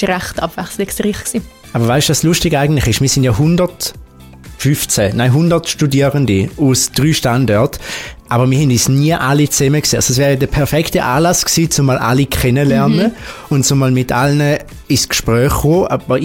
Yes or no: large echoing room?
no